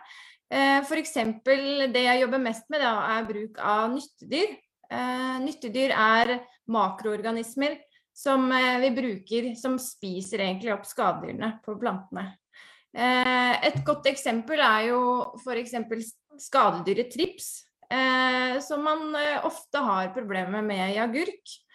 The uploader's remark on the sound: Live Zoom